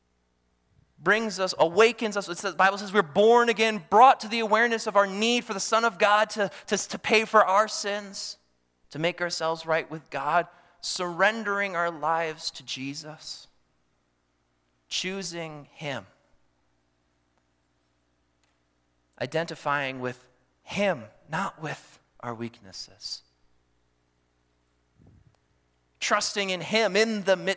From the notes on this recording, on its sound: during the Morning Worship Service on Sunday, August 27, 2023, at Calvary Baptist Church in Battle Creek, Michigan